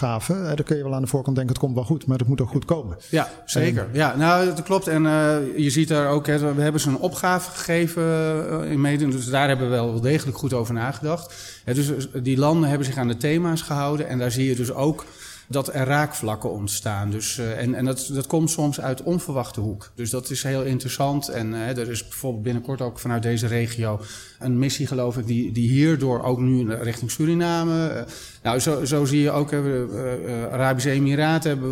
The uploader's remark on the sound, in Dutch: Een van de events op de Floriade Expo-terrein vond plaats op 24 augustus: het Floriade Hub Café. Een live-radioprogramma vanuit de Green Innovation Hub in The Natural Pavilion met muziek en aansprekende gasten uit de wereld van tech en innovatie.